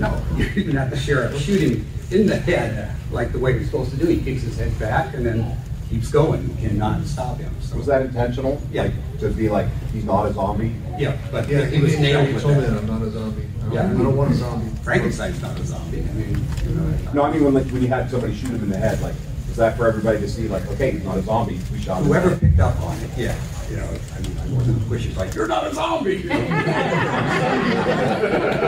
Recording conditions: live audience